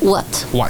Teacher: Es muy fácil en castellano, ese sonido también lo tenemos en la palabra guata, las batas de guata, ese material, pero quitamos la A del final de guata y vamos a decir what. Ok, muy rápido, con la A cortada